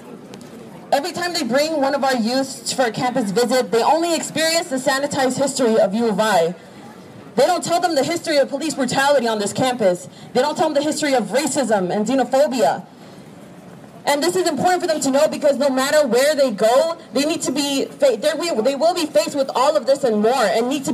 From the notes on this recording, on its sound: Audio from the rally to remember the 1992 protest that took place on the UI campus.